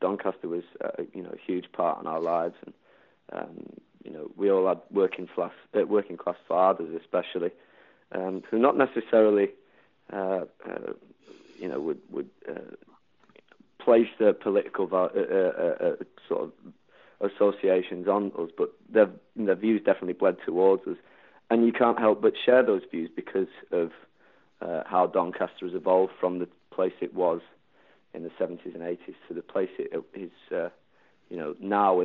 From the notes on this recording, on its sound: over the phone